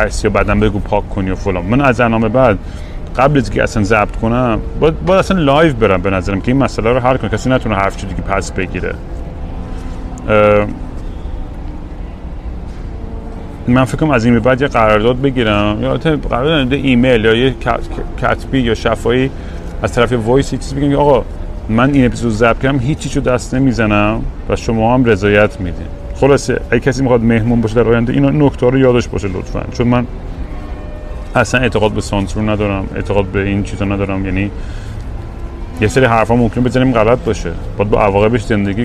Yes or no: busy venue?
yes